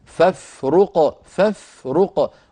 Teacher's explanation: ولا تقولي فاف، الفاء لا تقلقل